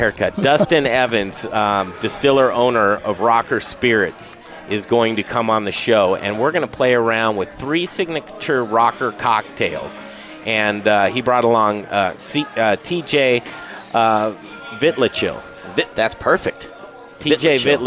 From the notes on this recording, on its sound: We're live from The Goods on Colfax